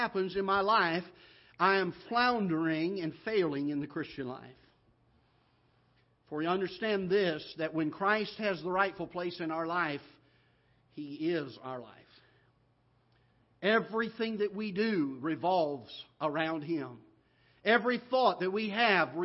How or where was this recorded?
large echoing room